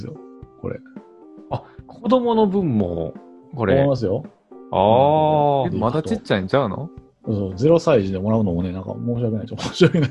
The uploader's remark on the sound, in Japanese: 様々な事象から身を守るためリモートワーク収録です。早速リモートの弊害が露わになっております。